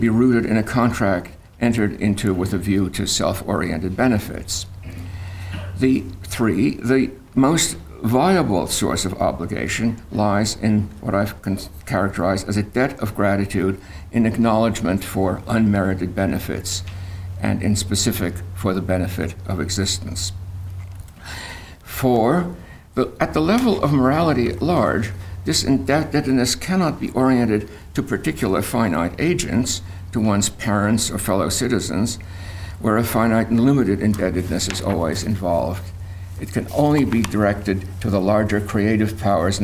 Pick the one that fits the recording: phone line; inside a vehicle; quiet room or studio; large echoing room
large echoing room